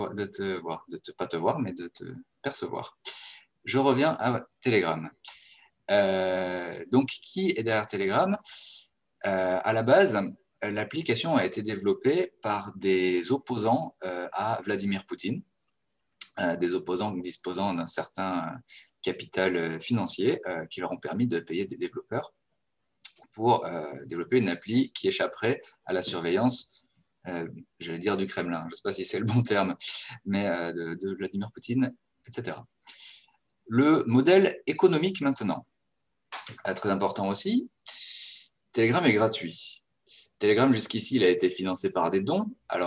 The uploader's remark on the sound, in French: Ceci est une rediffusion du webinaire enregistré le 2 février 2021